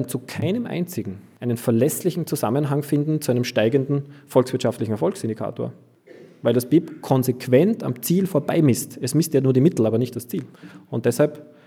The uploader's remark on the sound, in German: Zu Gast in Graz, wo er bei der KPH/Lange Gasse referierte und sich den anschließenden Publikumsfragen stellte. In dieser Sendung hört ihr ein Interview mit dem Autor.